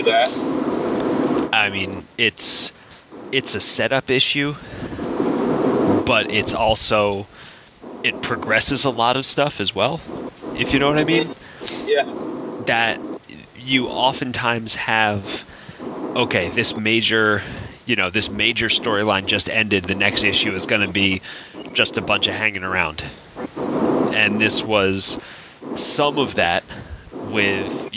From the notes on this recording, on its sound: We apologize for the sub par audio as it seems recording on the hands free bluetooth device wasn’t such a great idea. We tried to clean it up as best as we could.